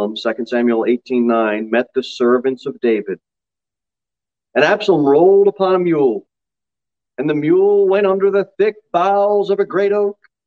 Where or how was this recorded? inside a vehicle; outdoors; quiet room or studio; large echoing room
large echoing room